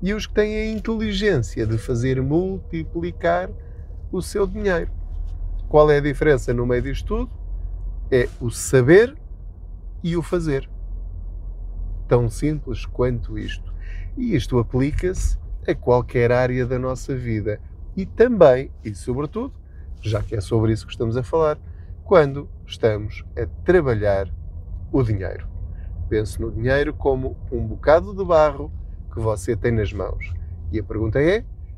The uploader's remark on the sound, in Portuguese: Não ligue aos barulhos da viagem.